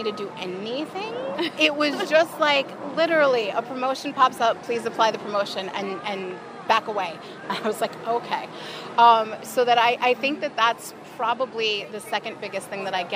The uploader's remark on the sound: live from EPCOT